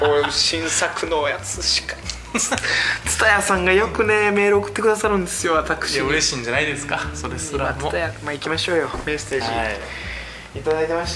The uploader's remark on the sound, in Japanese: 京都公演の劇場にて収録